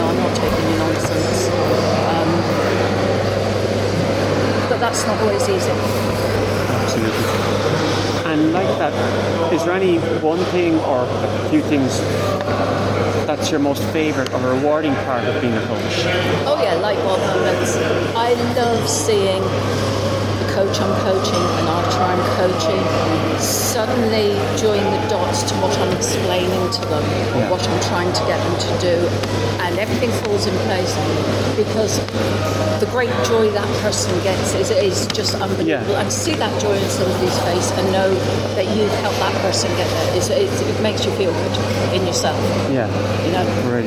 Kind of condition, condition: setting, busy venue